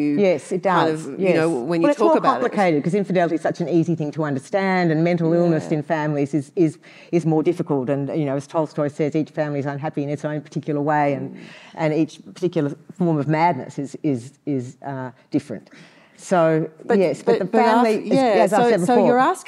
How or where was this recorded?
live audience